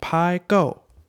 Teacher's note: Pi, it's flat and it's even. Go is a fourth tone. It's dropping.